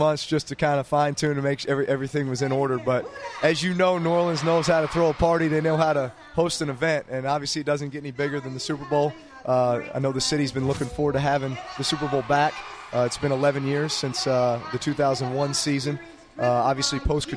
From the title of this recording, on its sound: Best of Radio Row at Super Bowl XLVII